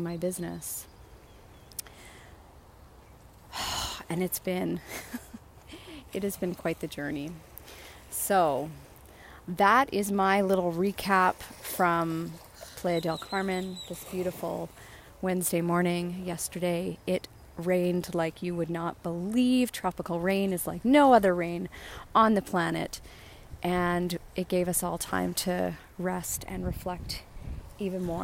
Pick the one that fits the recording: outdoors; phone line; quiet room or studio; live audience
outdoors